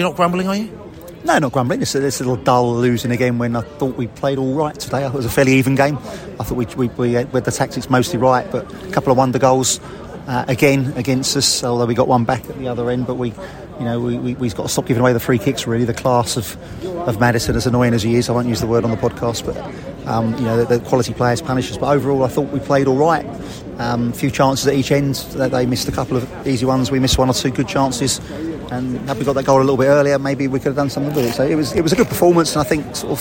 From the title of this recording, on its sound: post-match podcast from the pub